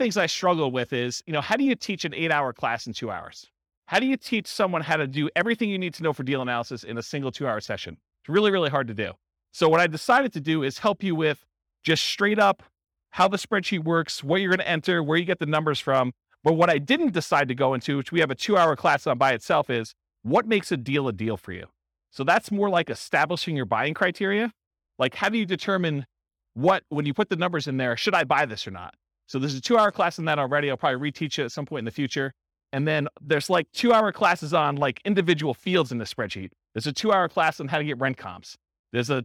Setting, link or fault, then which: setting, live audience